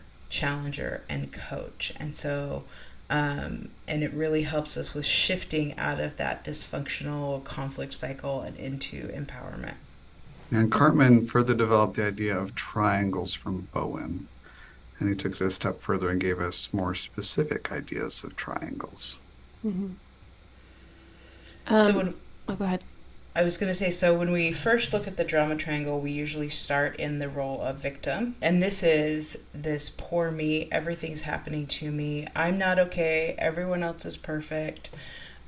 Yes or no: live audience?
no